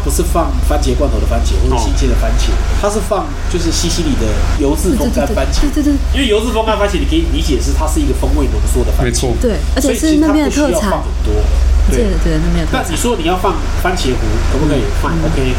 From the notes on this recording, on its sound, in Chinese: 本集白噪音指數：柔風級 3/5。錄音地點： 一步一步來 - Kopi Ibrik。